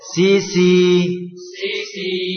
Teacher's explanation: Sin huruf yang istifal. Jadi dibaca dengan tarkik.